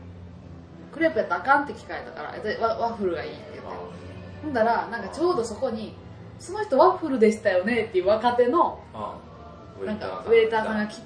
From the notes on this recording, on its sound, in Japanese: 久しぶりの対面収録なのでいつもよりテンション高めです。カラオケだとやっぱり雑音が気になりますね。すみません。